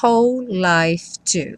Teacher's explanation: Essa palavra whole, embora tenha um W aí no começo, você só escuta o som do H, que em inglês é esse som h.